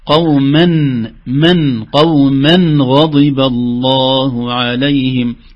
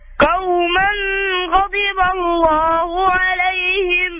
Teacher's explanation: معناها أن هذا الحكم حكم إظهار، أي التنوين ظاهر في النطق نون كاملة